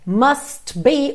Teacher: o T do must quase não aparece